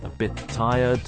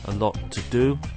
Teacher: two consonant sounds can merge together in examples like a bit tired and a lot to do